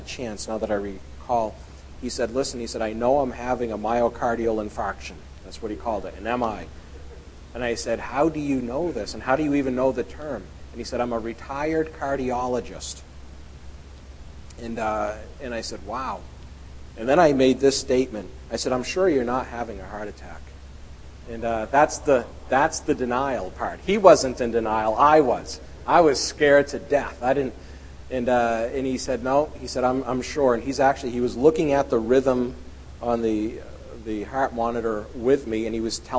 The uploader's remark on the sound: at The People’s Church of Somerville, NB